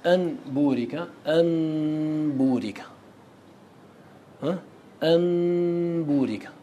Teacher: فتقلب النون ميما والتنوين ميما في اللفظ دون أن تدغمها في الباء، فتقول أن بورك، أن بورك، أن بورك، ثم تغن هذه الميم لسكونها. · Term: يقلب ميما